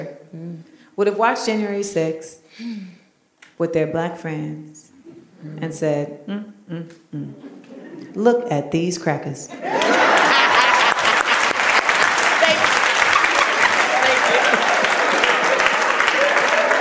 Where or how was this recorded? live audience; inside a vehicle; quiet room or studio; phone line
live audience